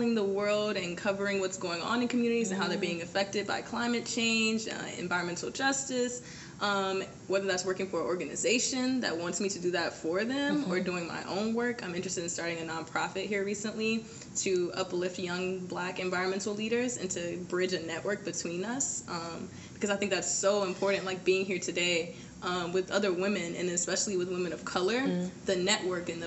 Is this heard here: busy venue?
yes